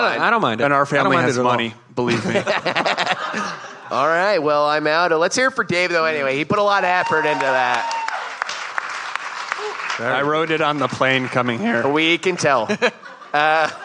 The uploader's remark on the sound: Live at SXSW. Live from Austin Texas.